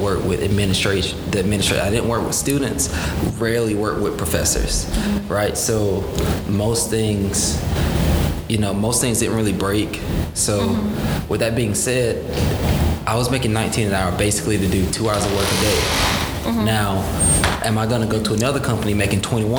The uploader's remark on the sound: Live from the 2019 TRIO Fall Conference